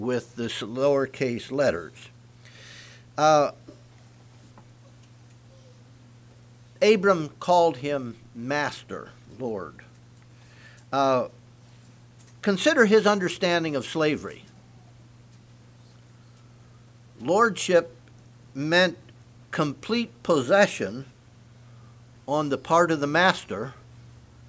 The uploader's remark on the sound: Message preached at Word Of Hope